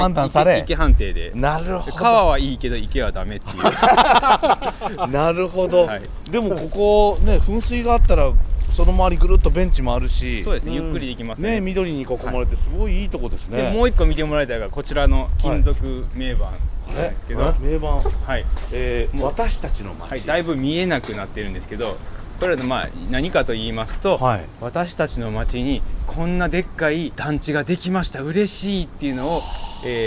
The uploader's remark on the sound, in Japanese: 舞台変わって大阪の巨大団地に。風が強い日だったので、音声は臨場感とともにお楽しみください。